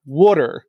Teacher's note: I have a friend from New Jersey who pronounces water like water, and there's almost like an O sound to it.